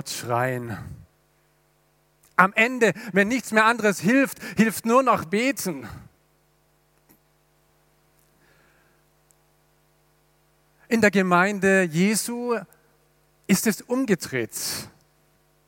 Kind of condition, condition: setting, large echoing room